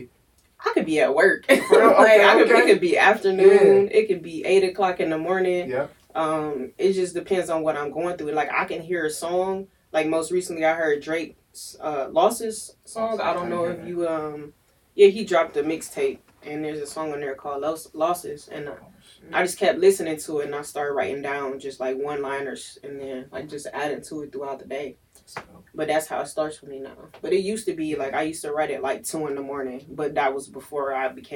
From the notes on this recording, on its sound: Sorry for the technical difficulties with the audio